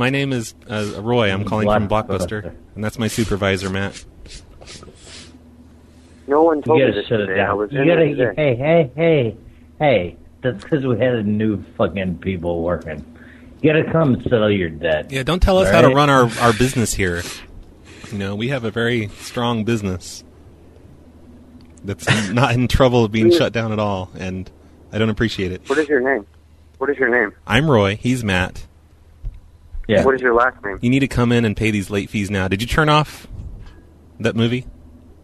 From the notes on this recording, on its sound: Prank Phone Calls